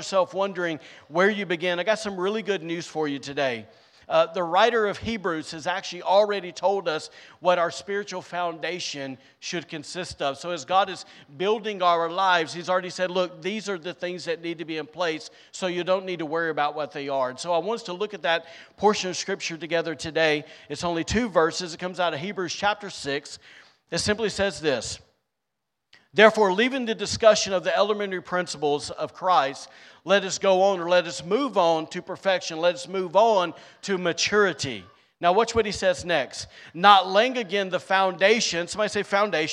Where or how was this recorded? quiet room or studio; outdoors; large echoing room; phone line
large echoing room